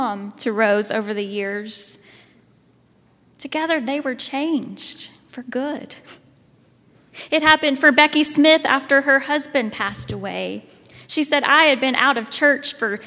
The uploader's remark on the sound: at Highland Baptist Church, Louisville, Kentucky